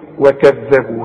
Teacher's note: الكلمة الثانية وكذبوا كلها حروف مرققة